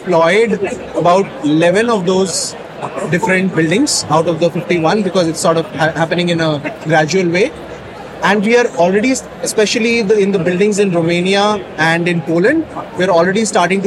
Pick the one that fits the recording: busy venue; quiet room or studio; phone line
busy venue